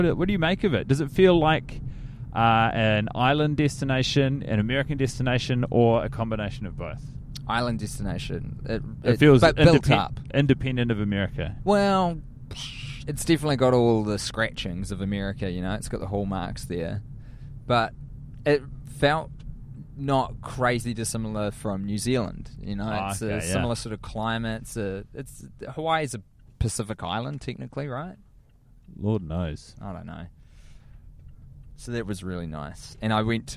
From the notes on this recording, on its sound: Recording in a car on their way to LAX at the end of their USA tour.